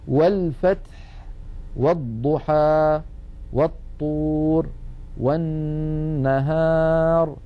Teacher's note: همزة الوصل سقطت لأنها قد سبقت بحرف فصارت في درج الكلام